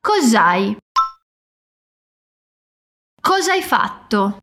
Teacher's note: para não falarmos dois as juntos, a gente emenda e diz cosai.